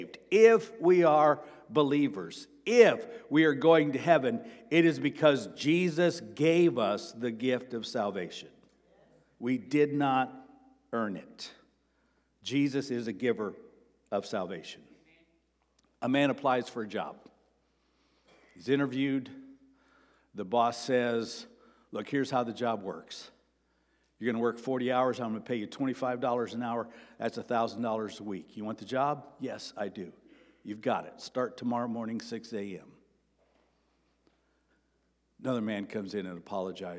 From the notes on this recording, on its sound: Sermon preached on March 26, 2023 at Avondale Baptist Church.